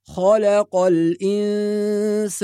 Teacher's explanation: بعض الناس يفخم اللام فيقول خلق، لكن اللام مرققة. وأما الحروف المفخمة الخاء والقاف يبقى نرقق اللام فقط ونفخم الخاء والقاف.